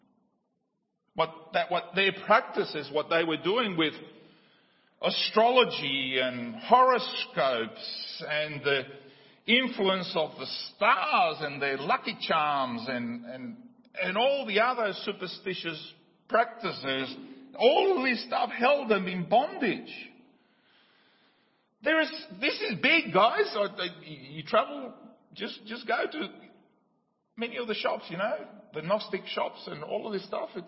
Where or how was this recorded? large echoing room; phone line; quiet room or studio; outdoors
large echoing room